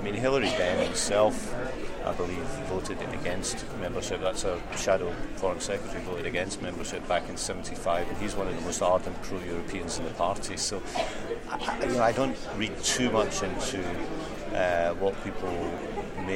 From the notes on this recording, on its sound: at the annual Labour conference